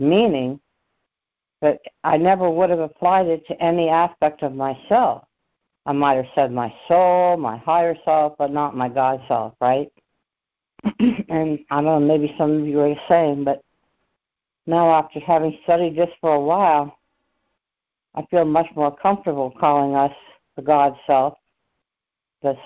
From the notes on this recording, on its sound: ACIM Daily Conference Call.